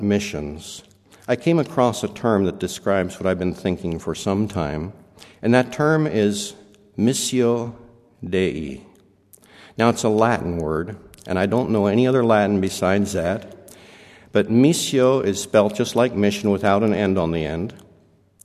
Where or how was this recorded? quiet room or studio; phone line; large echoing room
large echoing room